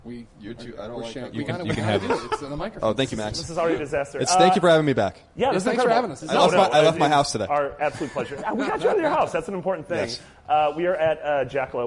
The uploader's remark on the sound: We recorded this off-site at a bar, so pardon the audio quality.